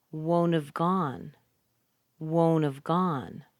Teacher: Now, won't plus have, we get won't have. The T is gone in the won't.